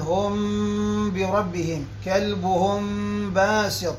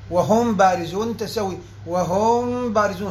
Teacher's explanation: النطق الصحيح هو بإطباق الشفتين إطباقا رخوا بخفة · Shown in: first take · Term: الإخفاء